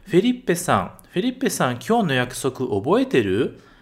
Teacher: na informalidade, a gente não pergunta com K, mas sim mudando a entonação